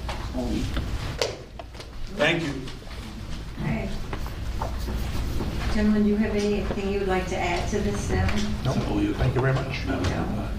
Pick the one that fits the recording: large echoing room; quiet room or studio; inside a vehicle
large echoing room